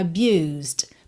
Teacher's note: aqui a gente ouve só um Dzinho mesmo, bem de leve, fechando aí esse som